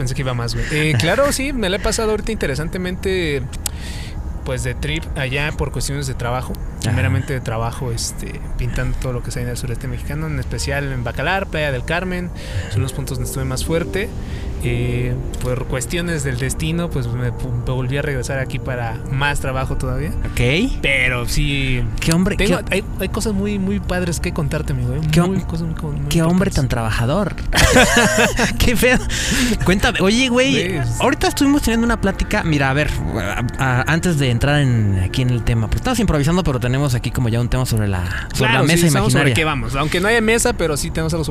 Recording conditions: outdoors